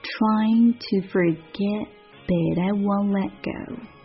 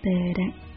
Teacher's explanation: 在美音的发音当中，如果在后面跟着一个元音出现连读的情况下， T 会浊化成 T 跟 D 中间这个过渡音